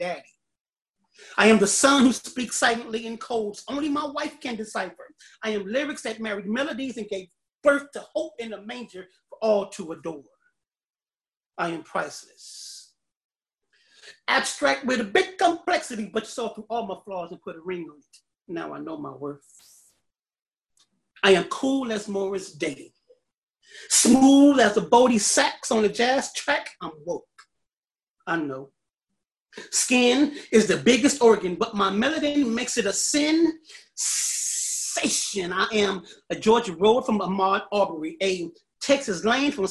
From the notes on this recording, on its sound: This episode was recorded via Zoom.